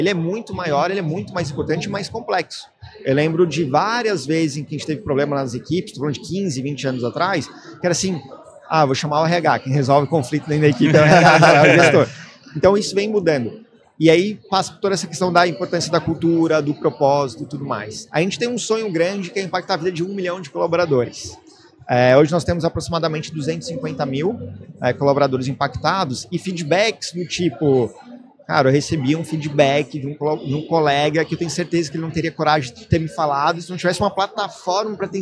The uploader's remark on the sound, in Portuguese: Este episódio é parte de uma série "pocket" gravada durante o Startup Summit 2023.